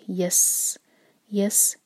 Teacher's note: سین پر سیٹی کی آواز کلیر آنی چاہیے. يس يس ألو، حمزہ پر فتحہ، تو کٹ آف ساؤنڈ یس نہیں ہوگا، یس ا کلیئر پڑھنا ہے.